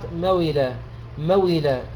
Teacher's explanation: الإسكان، ذلك دخل فيها النقل، ثم حذفت الهمزة فصارت مويلة مويلة، الواو مكسورة كسرة كاملة والهمزة ليس لها وجود